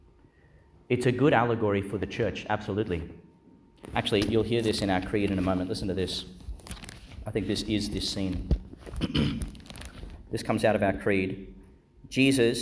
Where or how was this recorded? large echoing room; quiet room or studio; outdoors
large echoing room